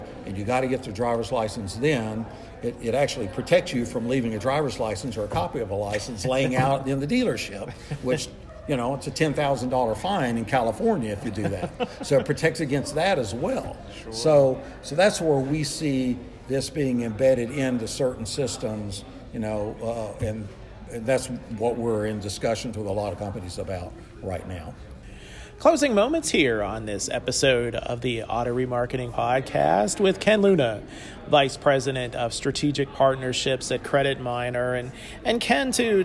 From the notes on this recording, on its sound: This episode of the Auto Remarketing Podcast recorded during the recent Auto Intel Summit in Raleigh, N.C.